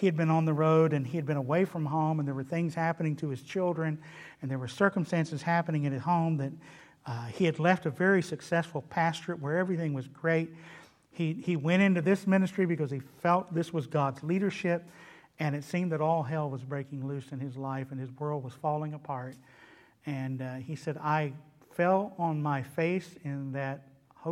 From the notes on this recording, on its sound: delivered at Trinity Baptist Church on Wednesday evening, June 2, 2021.